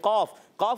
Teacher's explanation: قاف، قاف حرف قلقلہ میں سے، زبان کی جڑ تالو کے نرم حصے سے قاف ادا ہوتا ہے